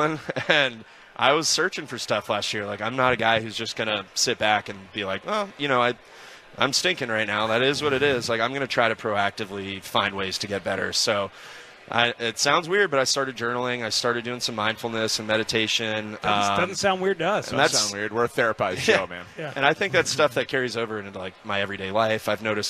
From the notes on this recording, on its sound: live at Cubs Con